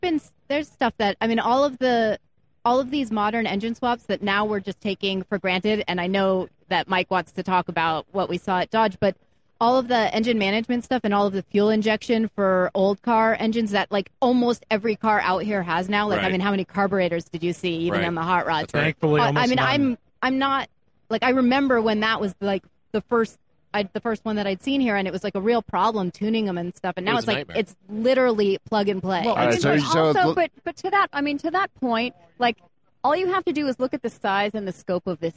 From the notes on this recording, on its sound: SEMA 2018 gave me the opportunity to test out a new panel format. Live on the Magnaflow stage at SEMA 2018.